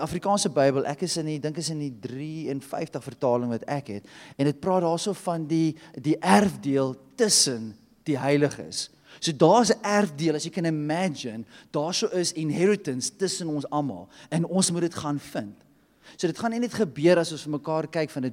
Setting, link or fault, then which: setting, large echoing room